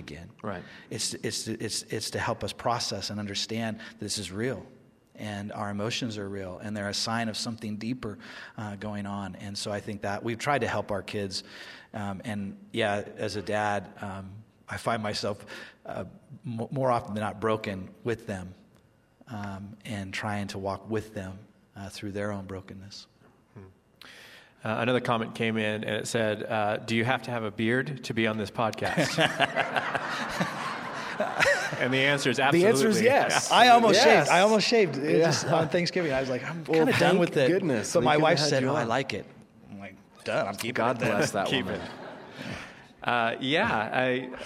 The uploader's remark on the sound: For the first time, Behind the Message is recorded live during a Sunday service at Westside Church.